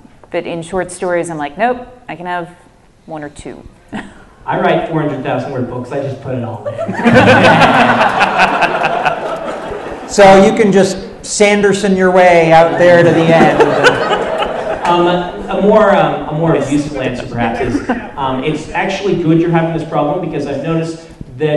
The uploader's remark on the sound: Q&A at UVU part 2. Recorded live at Utah Valley University, here's another Q&A episode from the LTUE Symposium!